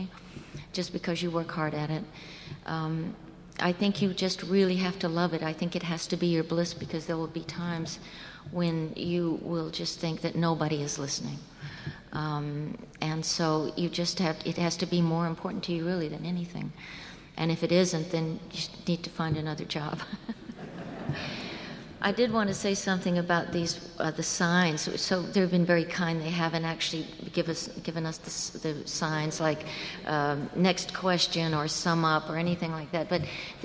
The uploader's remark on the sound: recorded at the Academy of Achievement's 2005 Summit in New York City